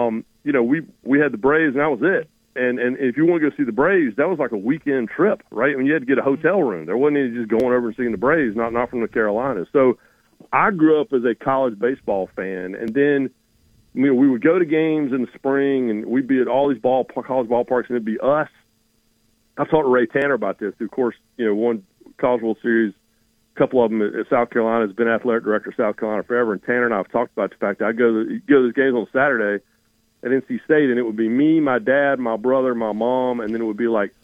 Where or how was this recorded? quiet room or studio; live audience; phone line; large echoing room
phone line